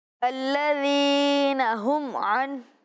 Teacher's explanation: اس انداز میں پڑھنا ہے کہ میم ساکن میں غنہ نہ ہو، اظہار شفوی ہو